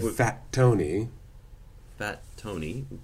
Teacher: we have the stop on the first one and the release on the second · Term: geminates